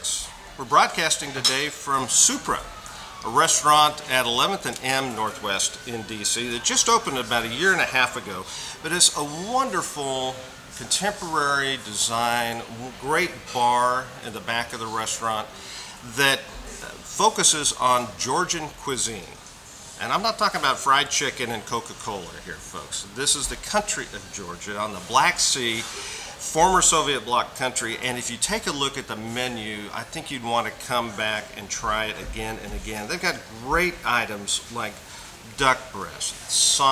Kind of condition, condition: setting, busy venue